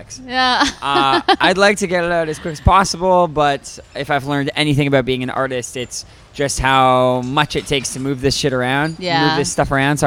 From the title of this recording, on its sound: backstage at Okeechobee fest!